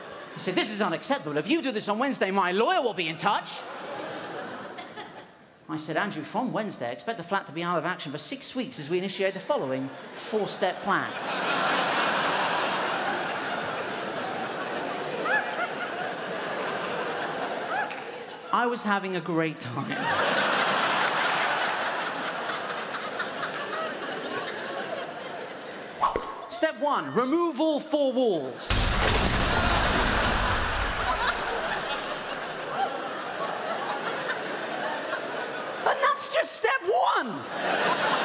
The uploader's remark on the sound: Recorded on Wednesday 29 March 2017 at The Regent Theatre for ABC, officially kicking off the 2017 Melbourne International Comedy Festival - the Opening Night Comedy Allstars Supershow.